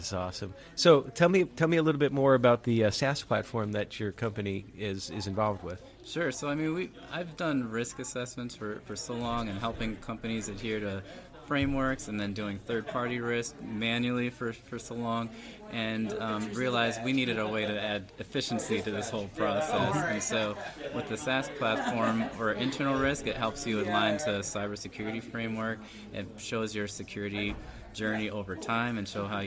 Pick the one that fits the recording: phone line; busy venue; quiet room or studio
busy venue